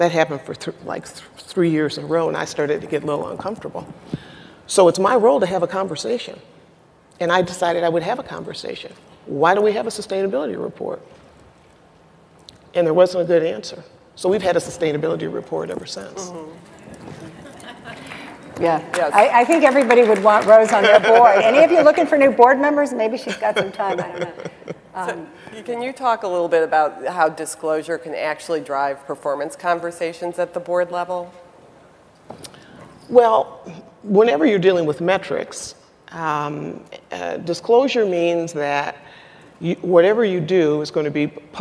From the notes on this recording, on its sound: The best of live interviews from GreenBiz events.